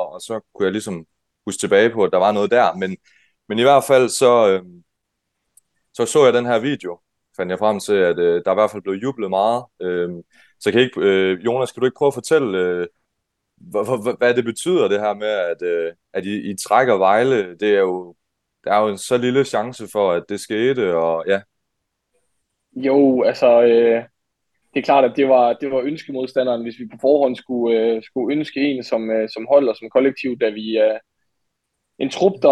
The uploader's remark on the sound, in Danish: Afsnittet er optaget online så kvaliteten er ikke helt I top